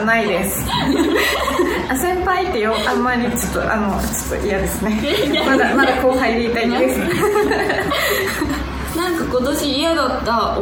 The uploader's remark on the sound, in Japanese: 番組初の公開収録です